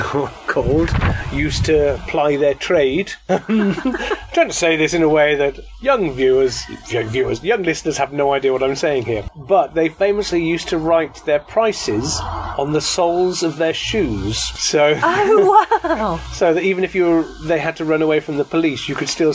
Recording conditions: outdoors